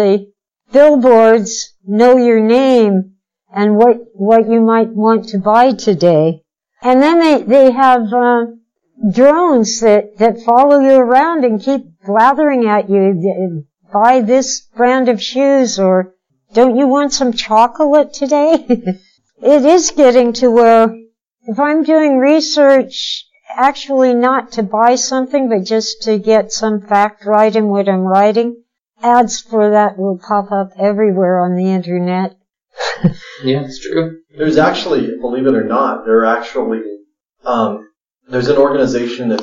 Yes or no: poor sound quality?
yes